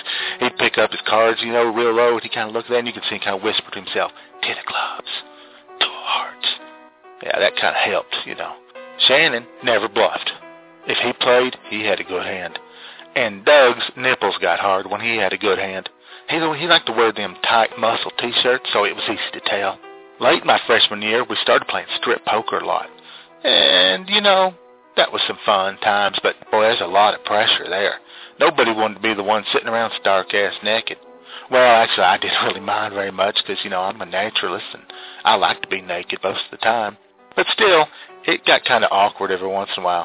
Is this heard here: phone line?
yes